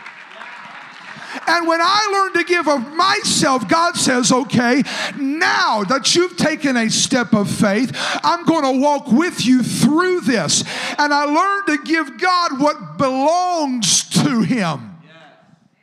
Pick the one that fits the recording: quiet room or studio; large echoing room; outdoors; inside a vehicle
large echoing room